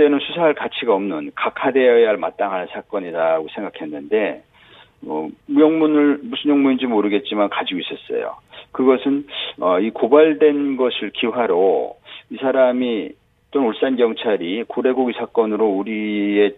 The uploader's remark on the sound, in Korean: 전화연결